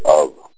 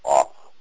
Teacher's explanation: We don't say the harsh F, it's a soft V. · Shown in: first take